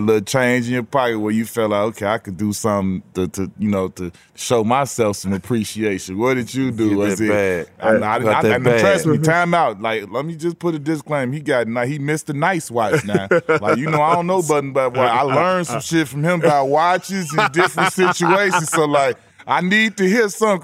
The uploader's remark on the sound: We live on location from XS Nightclub at Wynn Las Vegas.